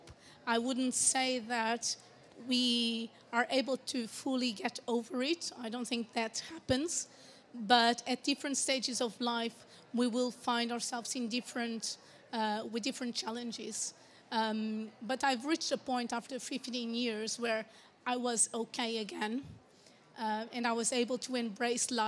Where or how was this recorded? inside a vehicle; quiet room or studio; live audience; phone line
live audience